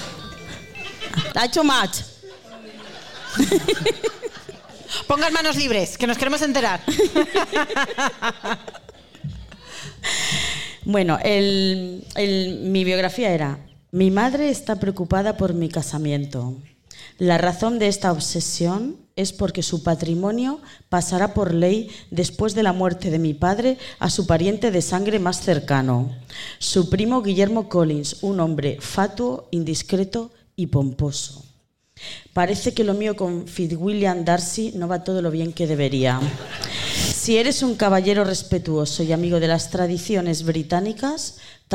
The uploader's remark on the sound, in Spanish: Episodio grabado en directo dentro de la programación del Festival 'Enclave Mujer' del Ayto de Murcia.